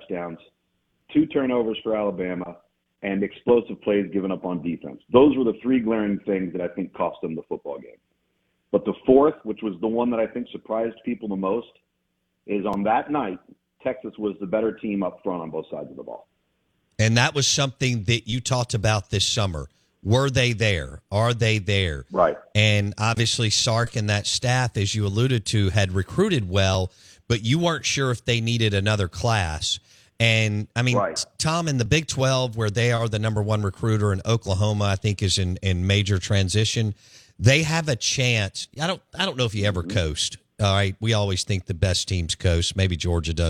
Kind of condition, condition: link, phone line